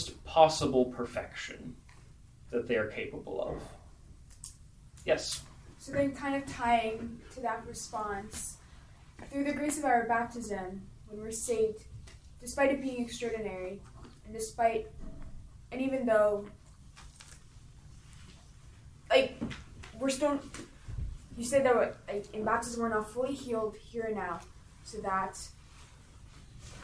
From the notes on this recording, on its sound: This lecture was given on March 18th, 2023, at "The Passion & the Sacred Wounds: An Intellectual Retreat" at the Dominican House of Studies.